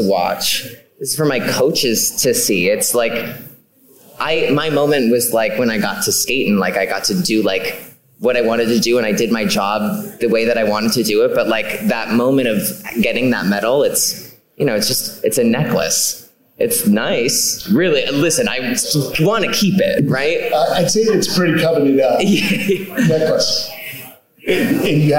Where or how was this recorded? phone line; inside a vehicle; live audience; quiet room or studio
live audience